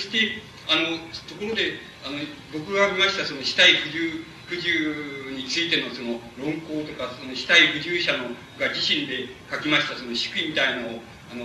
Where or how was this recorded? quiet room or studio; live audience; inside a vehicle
live audience